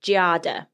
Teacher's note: Italians pronounce Giada as a two syllable with the accent on the first